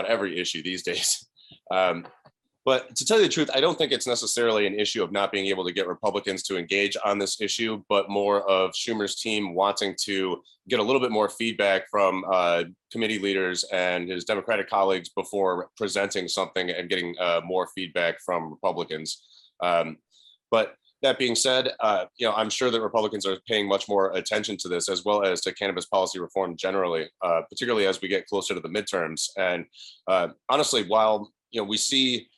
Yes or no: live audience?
no